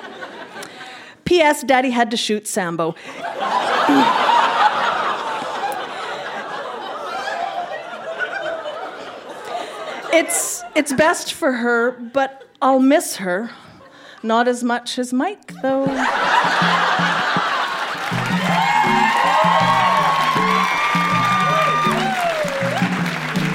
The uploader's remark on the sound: Recorded live at the Artesian in Regina, SK.